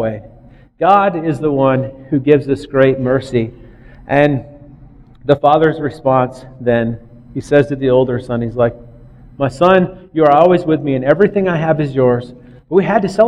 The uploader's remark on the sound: Recorded on Nov 1st, 2009 at River Rock Church in Belle Plaine MN.